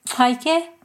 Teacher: With the lateral click type, you have the word kaike, meaning milk.